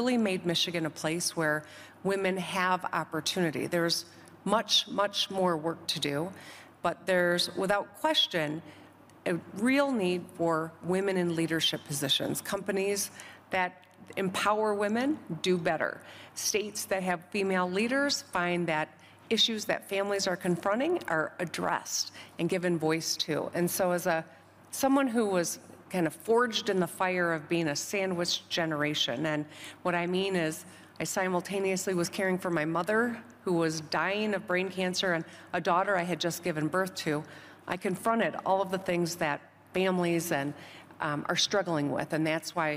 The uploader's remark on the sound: This session was recorded 19 January at the World Economic Forum 2023 Annual Meeting in Davos, Switzerland.